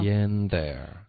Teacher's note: 这个 n 的音呢，不要用前鼻音，要咬舌头。